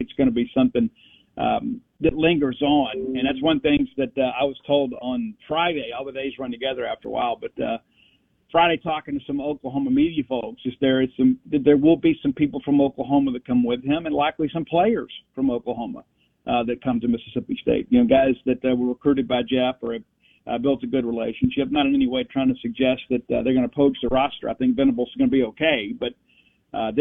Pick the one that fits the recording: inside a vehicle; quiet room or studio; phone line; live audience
phone line